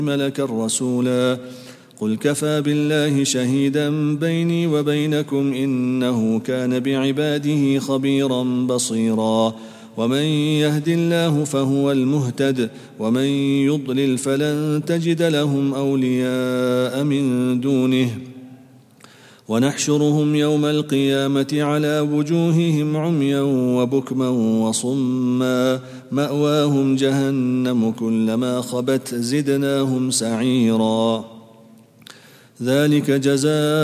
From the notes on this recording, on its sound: at the Houghton Masjid (West Street)